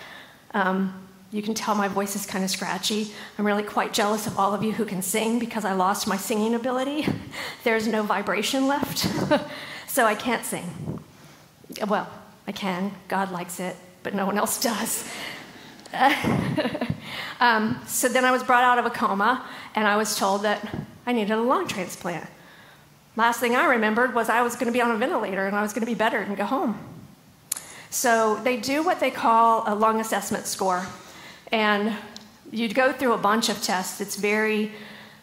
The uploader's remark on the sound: LIVE! September at the Gathering 2023